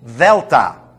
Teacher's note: It's a T-H-E sound, the. But you put your lips as if you were pronouncing a D. Delta. It's not the D.